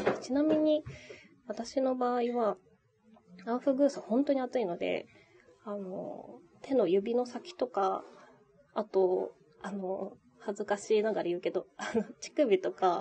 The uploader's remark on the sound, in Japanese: 天国ここにありけり（サウナたまらん）※雑音ごめんね。